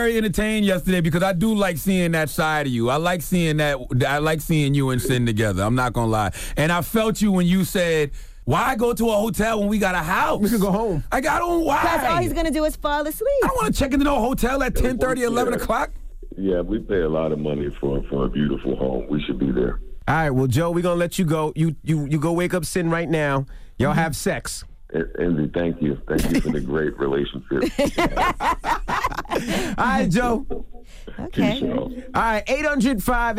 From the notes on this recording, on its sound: Today on the show we opened up the phone lines to see if any of our listeners turned down sex from their partner.